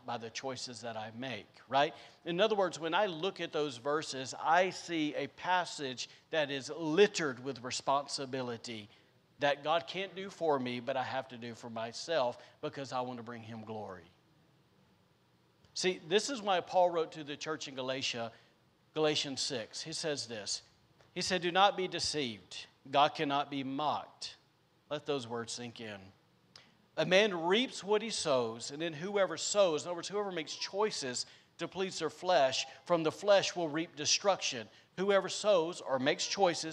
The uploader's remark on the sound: recorded on Sunday, December 12th, 2021, during service at The Anchor Church in Rockport, Maine.